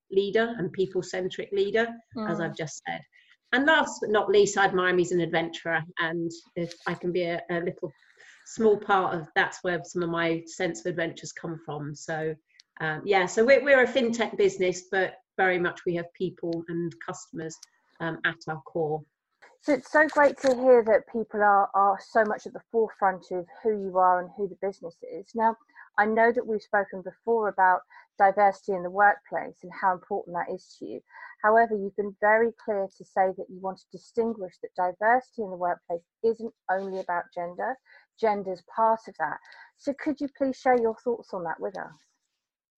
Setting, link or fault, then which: link, video call